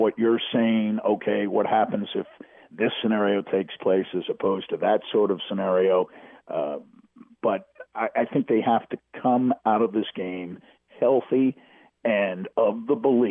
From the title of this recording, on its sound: Calls from Fort Worth